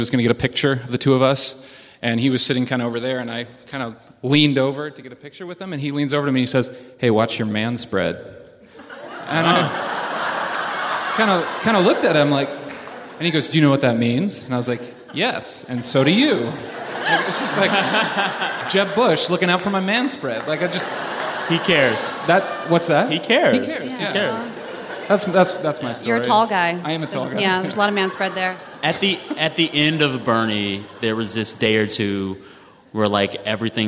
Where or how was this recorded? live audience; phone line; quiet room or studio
live audience